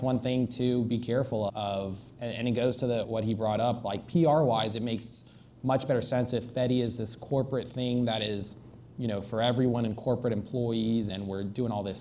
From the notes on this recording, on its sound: This episode was recorded for an audience of students in Longhorn Startup at The University of Texas at Austin.